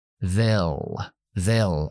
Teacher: Estamos usando la L oscura, sube la lengua más. They'll, they'll, y adelantarla para que toque los dientes de arriba.